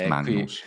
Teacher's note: È un po' sonora, un po'... È una lettera nasale velare